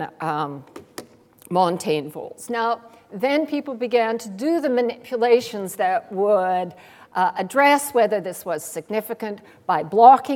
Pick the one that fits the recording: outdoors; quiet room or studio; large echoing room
large echoing room